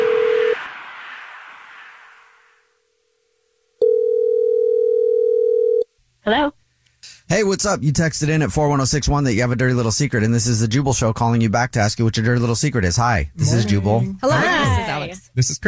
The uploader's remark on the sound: There is a listener on the phone.